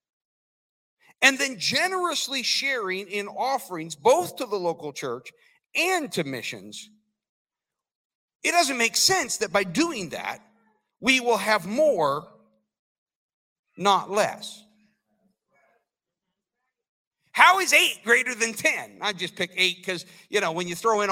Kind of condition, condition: setting, large echoing room